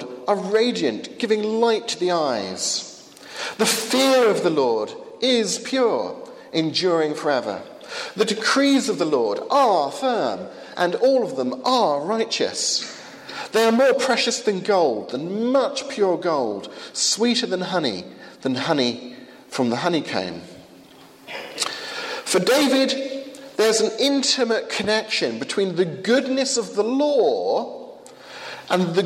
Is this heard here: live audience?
yes